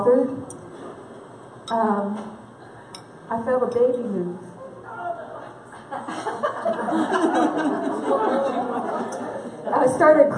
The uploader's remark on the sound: at our 2017 Women's Conference Luncheon